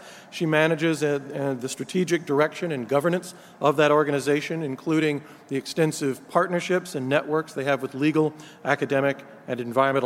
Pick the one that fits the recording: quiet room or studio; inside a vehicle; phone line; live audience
live audience